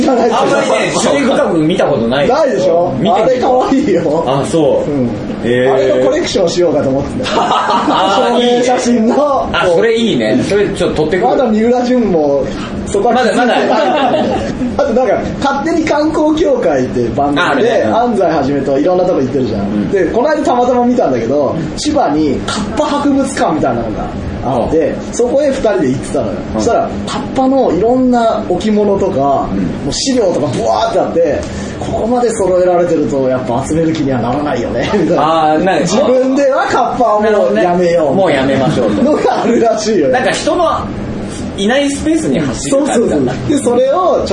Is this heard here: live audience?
yes